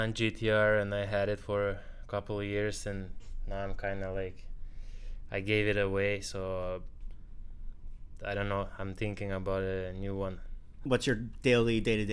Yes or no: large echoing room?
no